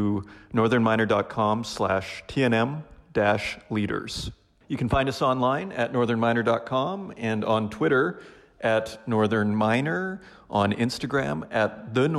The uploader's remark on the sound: This episode features the Yukon Territorial Panel at The Northern Miner’s annual Canadian Mining Symposium held at Canada House in London, U.K., earlier this year.